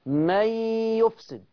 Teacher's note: فأضغمت النون في الياء، أي امتزج حرف النون بحرف الياء، امتزج ودخل حرف النون في الياء. · Term: الإضغام